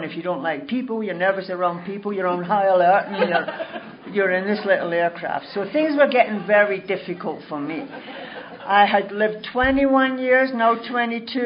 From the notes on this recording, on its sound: telling her story at the 2011 Crested Butte Mountain Conference